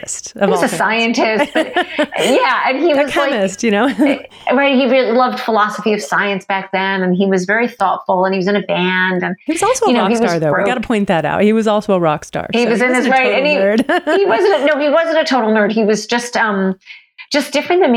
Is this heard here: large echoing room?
no